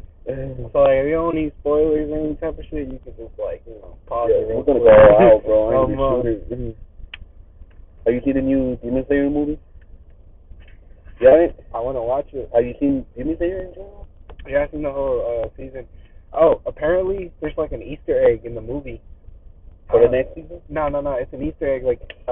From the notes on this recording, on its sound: The audio is fucked up.